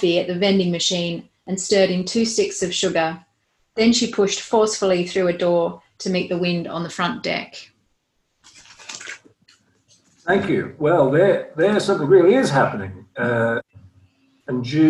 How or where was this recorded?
video call